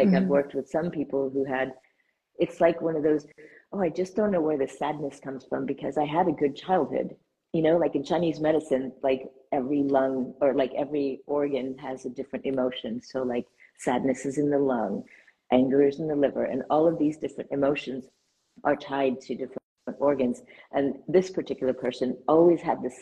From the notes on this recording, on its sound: was recorded live on Instagram.